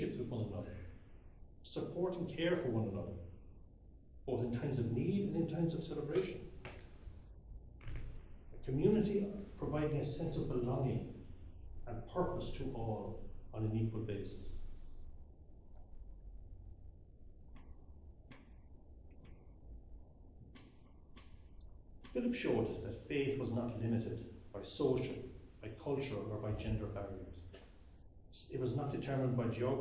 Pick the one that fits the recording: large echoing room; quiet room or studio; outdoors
large echoing room